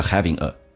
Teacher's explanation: Having 跟可以有个连，也可以不连。不连的话叫 havinga，连的话叫 havinga。ing 形式把 g 去掉，用前面的 an 跟后面的元音形成个连音